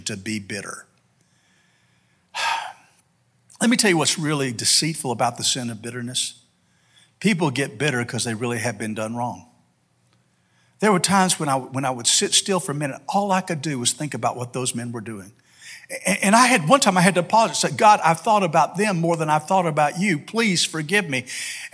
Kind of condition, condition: setting, large echoing room